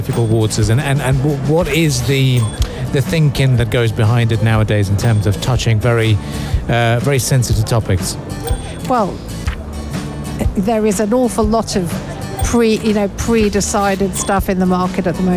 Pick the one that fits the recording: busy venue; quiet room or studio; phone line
busy venue